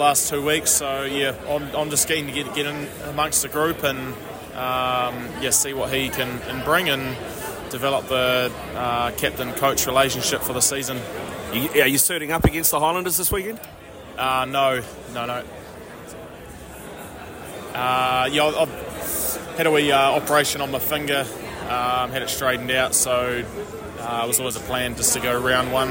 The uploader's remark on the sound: at the Super Rugby season launch